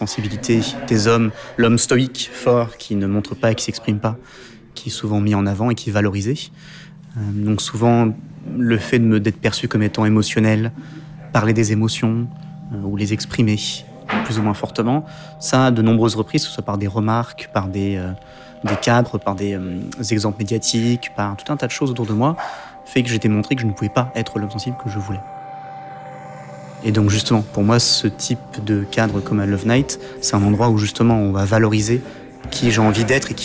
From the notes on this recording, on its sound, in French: Pour Défense de filmer et parce que leur anonymat est respecté, les participants ont accepté d’être enregistrés au cœur d’une Love Night.